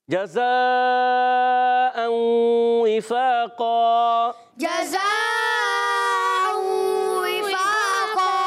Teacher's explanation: بعد واو پھر ادغام مع الغنہ ہوگا وفاقا وف کرنے میں دو زبر کی تنوین کو الف سے بدل دیں گے اس کو کہتے ہیں وف بالابدال آل الف ہو جائے گا · تنوین کے بعد واو پھر ادغام مع الغنہ ہوگا